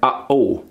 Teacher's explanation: it's basically shutting off the air in his throat, further back here, and it's called the glottal, at all.